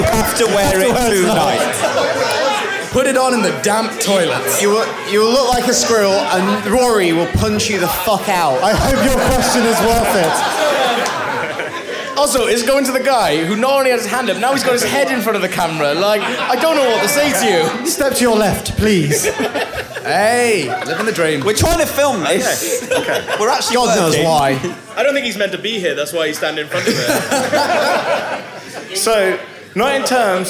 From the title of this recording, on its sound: Live From London